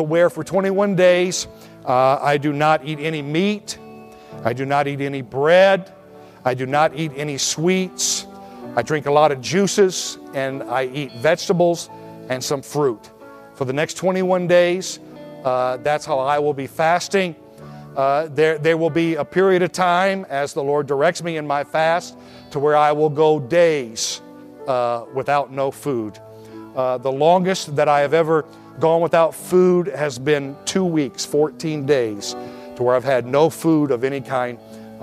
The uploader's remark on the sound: at Victorious Life Church of God during the 11am Sunday morning service on January 8, 2017